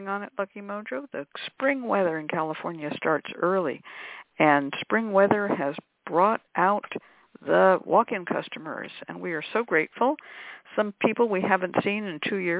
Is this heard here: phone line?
yes